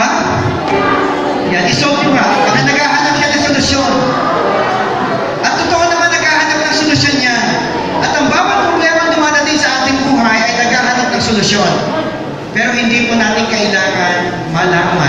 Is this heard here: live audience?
yes